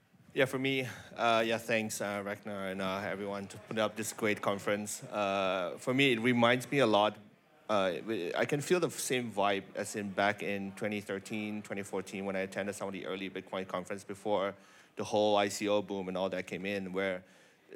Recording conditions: live audience